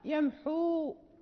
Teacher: حين نقف نثبت تلك الواو الموجودة في الخط